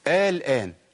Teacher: ده اسمه مد لازم، حرف المد جه بعديه سكون